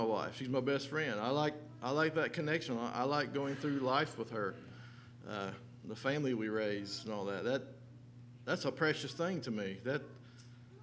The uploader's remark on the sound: LIVE Services at Sunshine